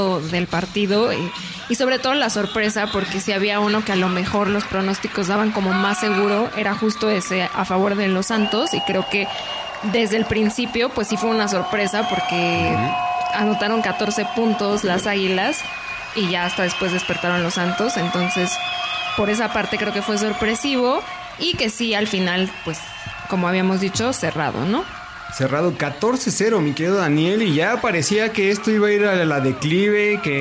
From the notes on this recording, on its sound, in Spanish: Tiene casa llena! Transmiten desde la ruidosa Nueva Orleans.